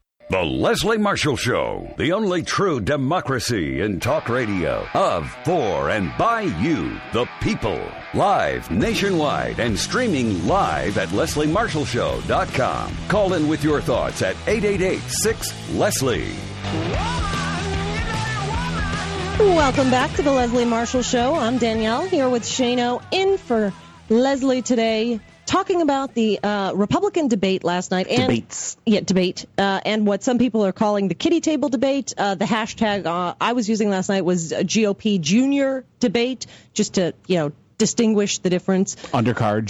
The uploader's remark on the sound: take calls from the audience